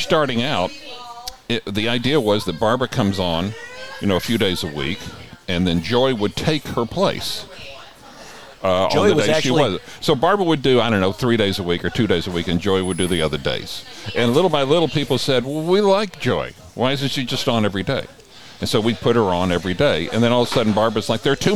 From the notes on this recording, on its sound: Recorded at Little Bar in the center of the Coachella Valley universe!